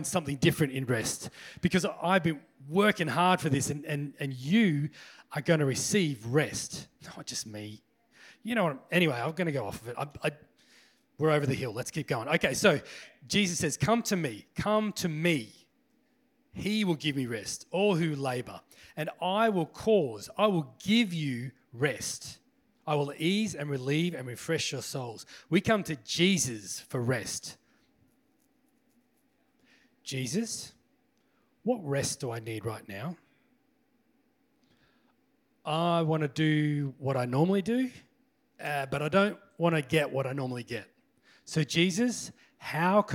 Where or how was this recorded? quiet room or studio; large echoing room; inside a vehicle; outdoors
large echoing room